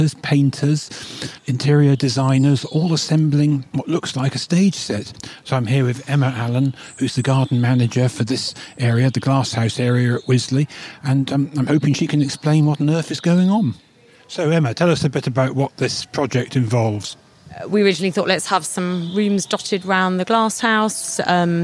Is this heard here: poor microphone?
no